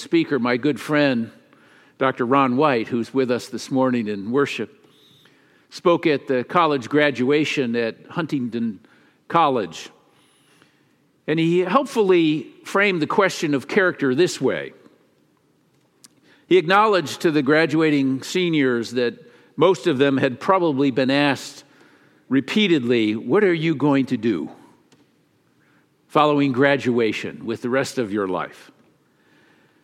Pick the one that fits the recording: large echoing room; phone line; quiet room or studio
large echoing room